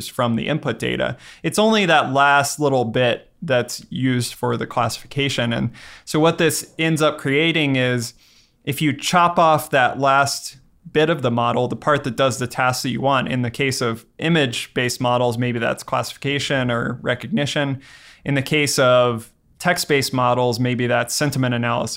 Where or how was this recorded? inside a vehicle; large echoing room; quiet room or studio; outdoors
quiet room or studio